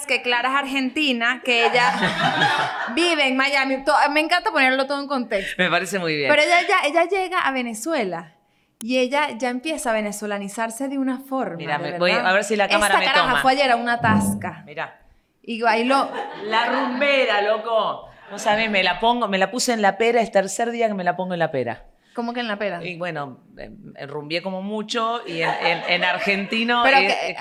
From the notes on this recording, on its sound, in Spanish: Un episodio especial desde Caracas.